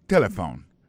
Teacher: l'accent tonique l'a tombé sous premier syllabe là